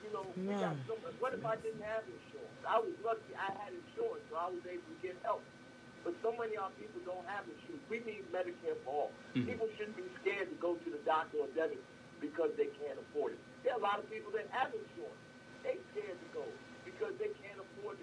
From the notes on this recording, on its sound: The Open Line Radio Show. We have on the phone.